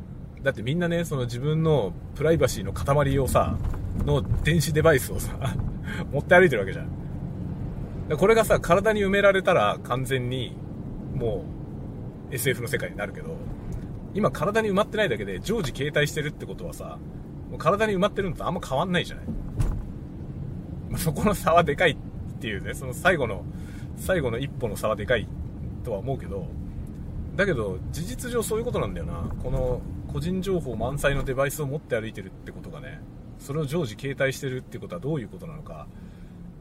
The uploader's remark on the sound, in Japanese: 仕事の移動でのドライブ中に収録したドライブ雑談です。使用マイク：TASCAM X6。